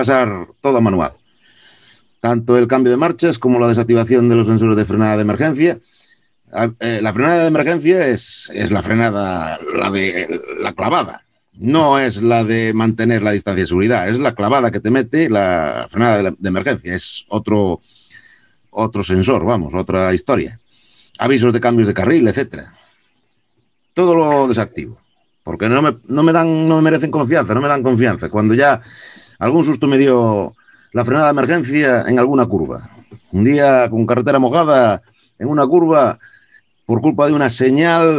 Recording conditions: video call